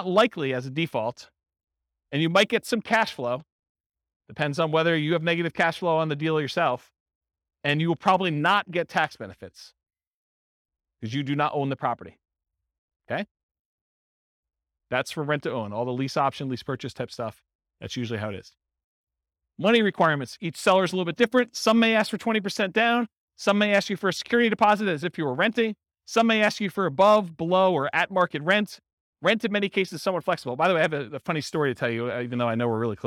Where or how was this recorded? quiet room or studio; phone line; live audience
live audience